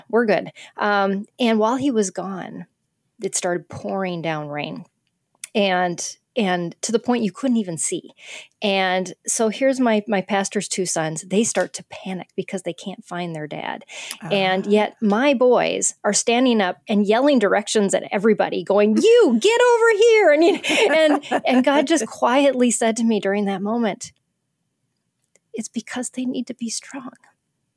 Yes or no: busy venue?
no